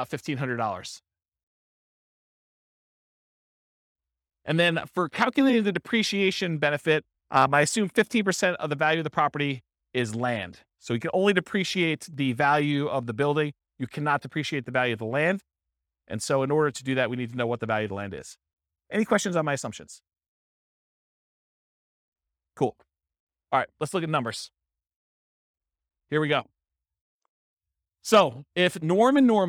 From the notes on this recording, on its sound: This was a live class recorded